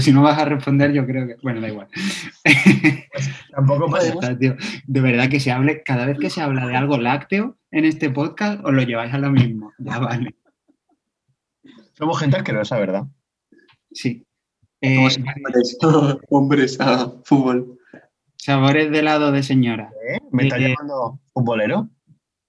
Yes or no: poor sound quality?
yes